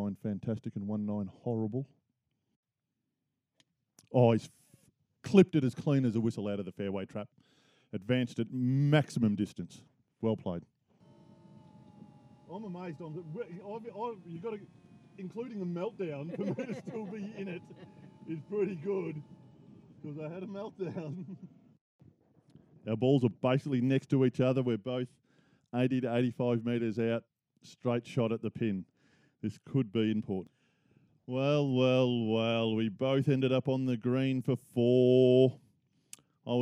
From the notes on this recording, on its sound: Live Edition. Give you an insight on what its like to play a round of golf with them by taking the Mics to the course!